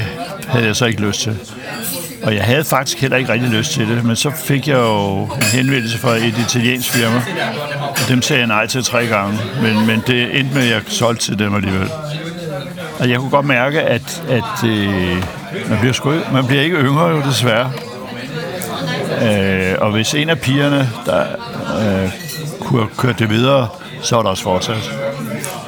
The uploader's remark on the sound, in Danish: Optaget på Nimb Brasserie, Tivoli, København.